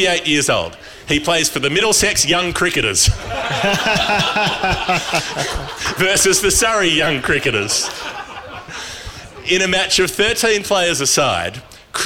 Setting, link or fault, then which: setting, live audience